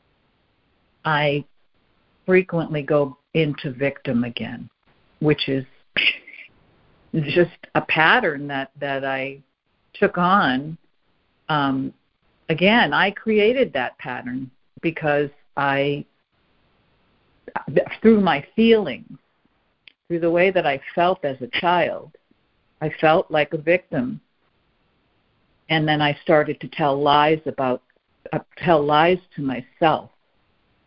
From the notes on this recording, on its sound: ACIM Daily Conference Call.